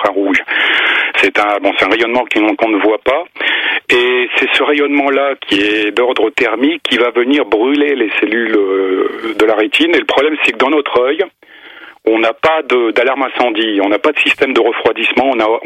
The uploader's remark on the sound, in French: par téléphone